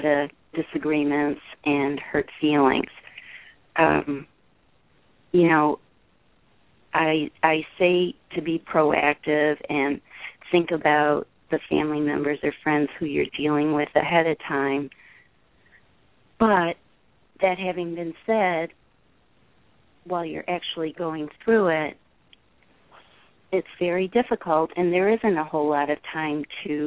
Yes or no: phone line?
yes